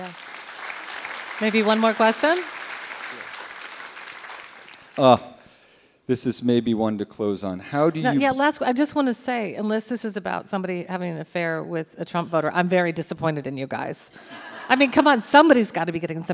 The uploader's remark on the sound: At The Aladdin Theater in Portland, Oregon. Answer questions from the audience in rapid-fire fashion.